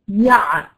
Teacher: العين بتخرج من مكان ضيق عن الهمزه